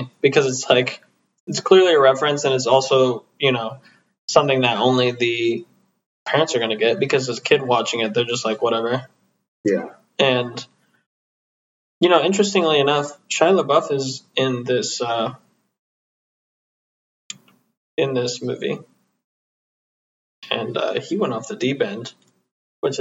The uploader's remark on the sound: True to form, the audio turned out poorly, but its audible enough.